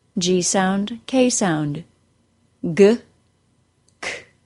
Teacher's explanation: These sounds are stops, meaning we stop all the air for a tiny bit of time, then let it go. The G sound and K sound are made at the back of our mouth by pressing our tongue up against the soft palate, then letting go with a little puff of air. The G sound is voiced, the K sound is unvoiced.